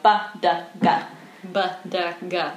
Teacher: Right, and what you really want to feel there is the movement from the front of the mouth to the back of the mouth. So that's hitting your lips, hitting the middle of the mouth, the roof of the mouth, which is a great bounce for sound, and then your soft palate · Term: simple plosives